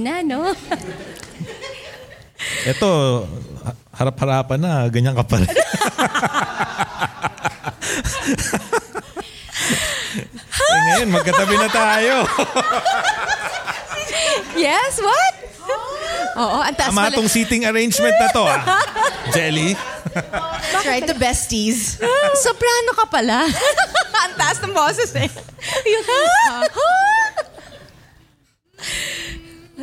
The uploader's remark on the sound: a live audience recording with a few of our closest friends